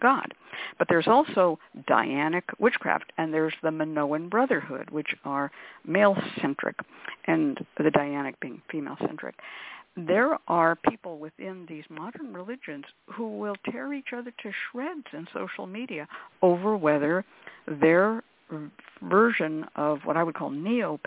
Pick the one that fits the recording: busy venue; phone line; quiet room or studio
phone line